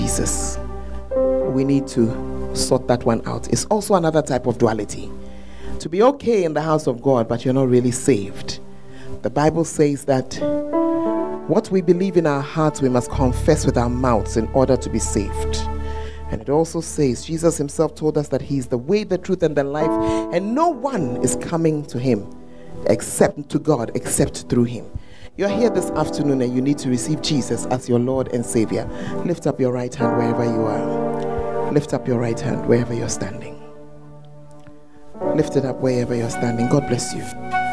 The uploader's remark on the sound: Preached At The First Love Center, Ayeduase.